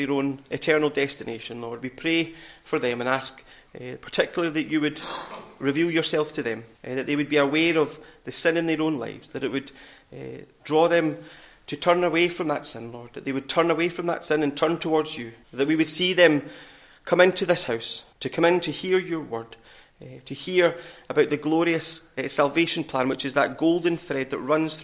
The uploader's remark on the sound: recorded at North Harris Free Church on the morning of Sunday, 5th November 2023